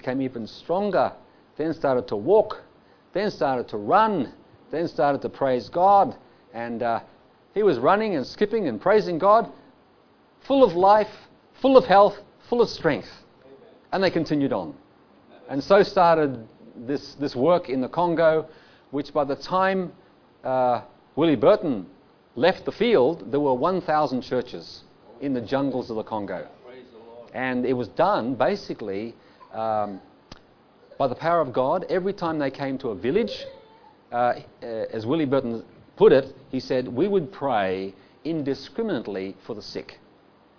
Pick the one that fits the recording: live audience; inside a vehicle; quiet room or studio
live audience